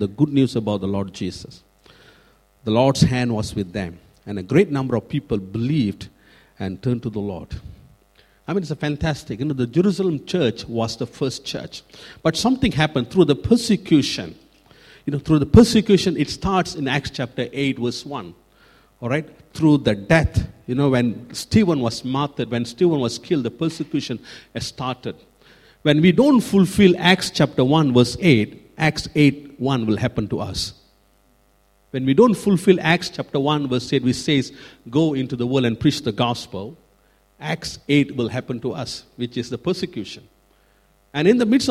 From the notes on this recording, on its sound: Recorded at freedomcentre church, Preston.